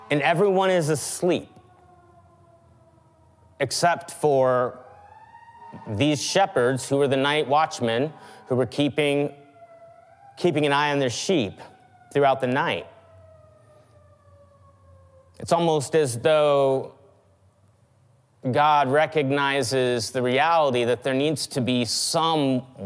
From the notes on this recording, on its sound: Christmas Eve 2020 (Audio Edition). Check out the audio edition of our 2020 Christmas Eve service!